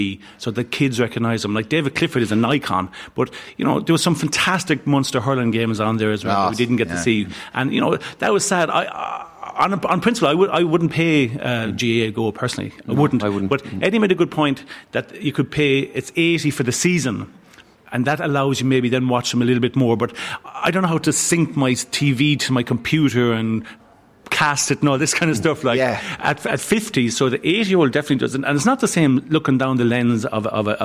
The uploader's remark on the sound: The Hard Shoulder is LIVE from the Galway Bay Hotel as part of Newstalk's Summer Tour